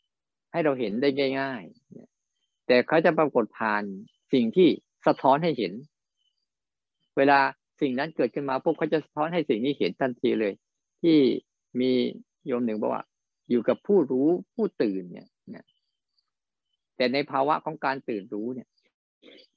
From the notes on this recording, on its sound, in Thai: บรรยายผ่านระบบ zoom.